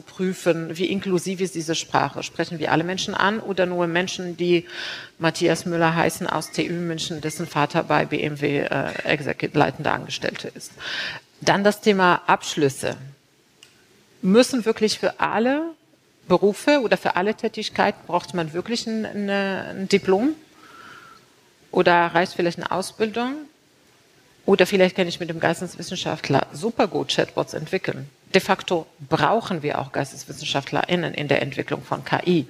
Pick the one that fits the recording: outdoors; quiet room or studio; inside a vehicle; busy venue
busy venue